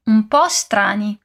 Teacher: Ancora una volta, observe que strani começa com S, então não dizemos e strani, mas o som emenda levemente no som de O de um pó.